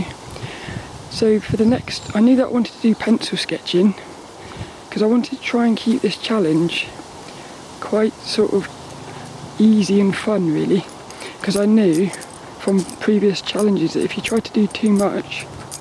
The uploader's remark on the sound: I recorded this one down Saltrum, the local woods, and not only were quite a few people were out walking their lil doggies which makes for some fun social moments. I had all my camera settings wrong.